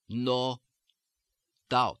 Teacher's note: not no doubt, but no doubt with the stress on the first syllable, first part of the diphthong · Term: diphthongs